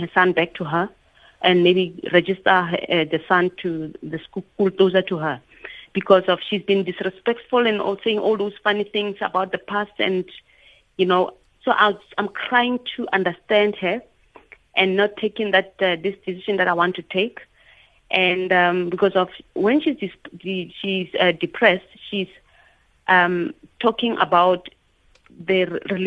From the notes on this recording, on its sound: we are joined on the line